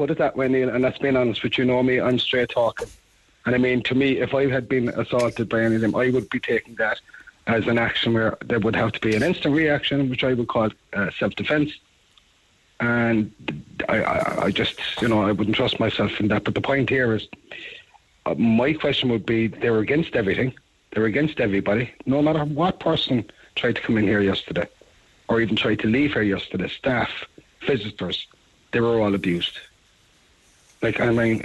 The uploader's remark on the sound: then the actual bride involved called